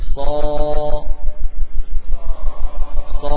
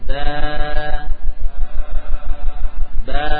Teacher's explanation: Sama-sama membuka. Namun ada perbedaan dari sisi tegangnya bagian pangkal lidah. Namun intinya yang namanya fathah adalah dengan membuka mulut. · Term: huruf tebal